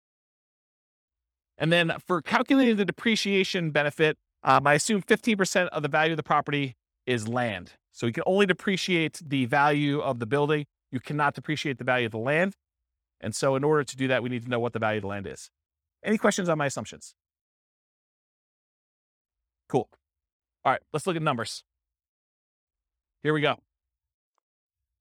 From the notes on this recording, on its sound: This was a live class recorded